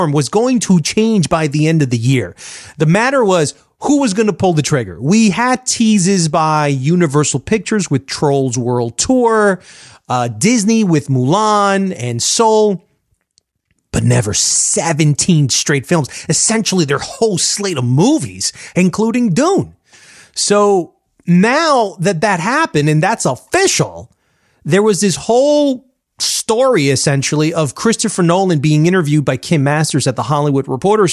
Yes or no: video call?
no